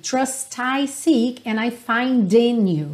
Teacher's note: o T final do trust e o D do find estão bem marcadinhos mesmo.